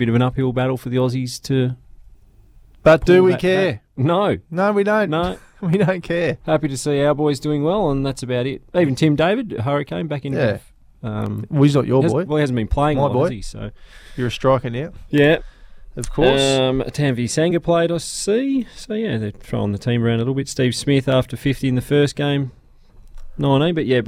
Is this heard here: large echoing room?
no